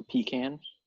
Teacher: pronounced with like an emphasis on the first syllable